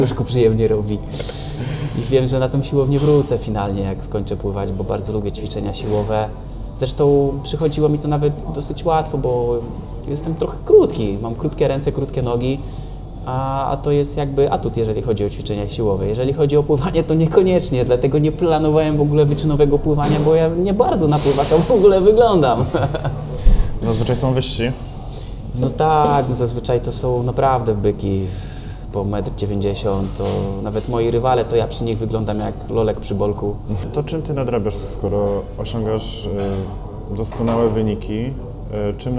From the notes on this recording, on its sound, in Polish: nagrania: Chill Bistro&amp;Bar - Łódź